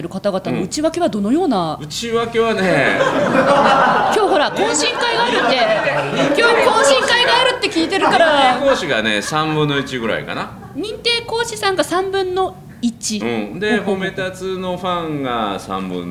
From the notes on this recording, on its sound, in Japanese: 公開収録。